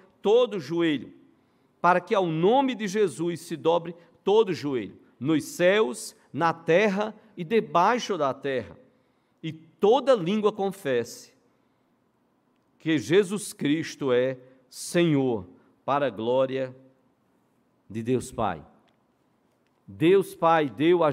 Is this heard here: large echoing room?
yes